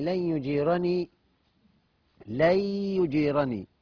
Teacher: نون بعدها يا حكمه بغنة ناقص · Term: إدغام بغنة ناقص